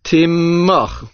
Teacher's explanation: The word has a dogesh chazak and is pronounced timoch with a stronger mem sound.